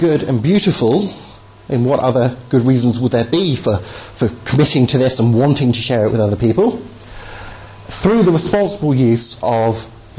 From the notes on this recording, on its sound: delivered at the 'Reasonable Faith' course at Highfield Church, Southampton on Sunday 17th Jan 2010